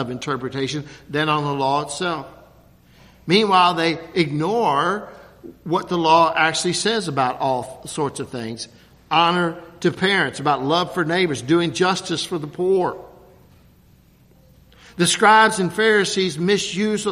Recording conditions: large echoing room